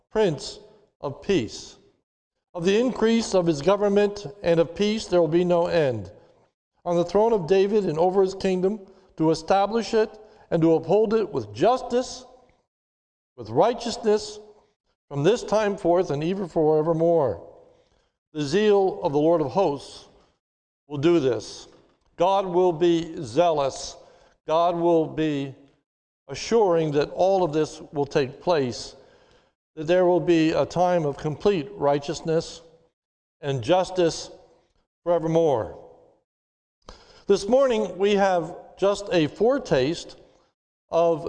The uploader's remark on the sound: This is a sermon recorded live on Palm Sunday, 03/28/2021 at the Lebanon Bible Fellowship Church in Lebanon, PA during the morning servicwe